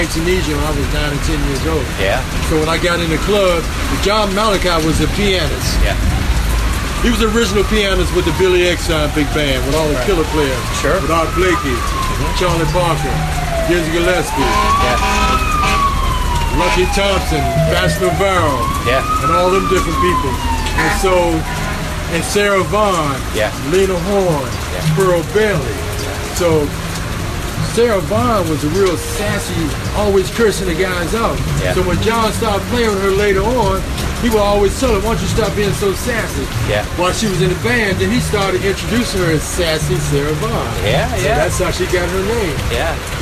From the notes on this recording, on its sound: At the culmination of a week-long Kansas City jazz celebration for …. Took a break from his set at the Blue Room off 18 and Vine.